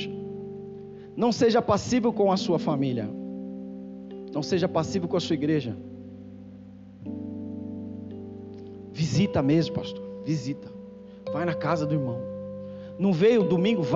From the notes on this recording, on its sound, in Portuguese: Culto gravado em 11/12 durante a celebração do culto